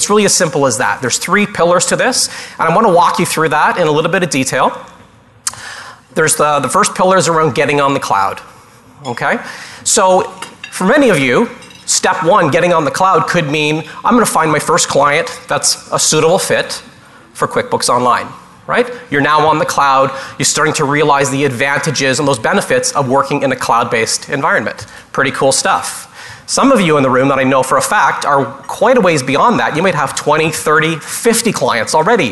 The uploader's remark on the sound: Live Broadcast at the The IPBC IGNITE Conference